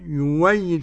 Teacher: قرأ يويد بإبدال الهمزة واوا